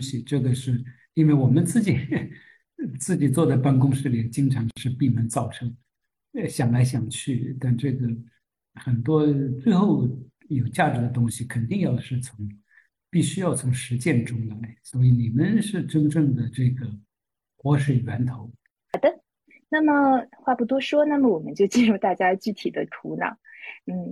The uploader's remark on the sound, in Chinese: 线上活动的部分现场录音剪辑版。